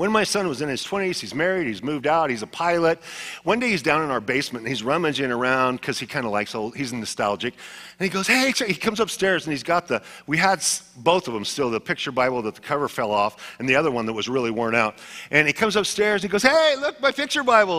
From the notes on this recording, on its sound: Was a sermon delivered as part of the Anchored Series at Godspeak Calvary Chapel in Newbury Park, California.